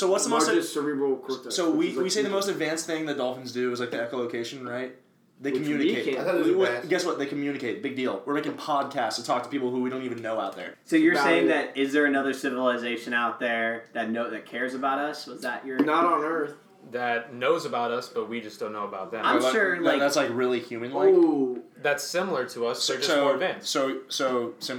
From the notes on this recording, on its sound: I'm going to apologize in advance for the poor audio quality